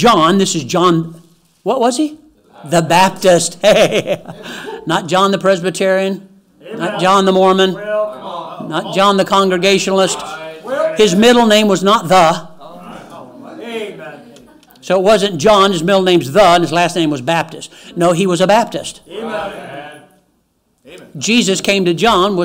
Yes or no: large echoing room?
yes